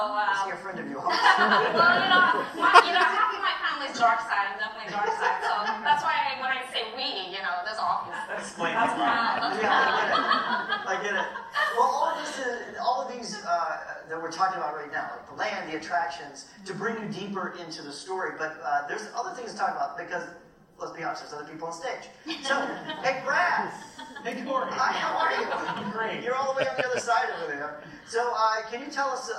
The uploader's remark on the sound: Disneyland. This episode is the audio from a special Q&A with Imagineering during a media preview of the new land.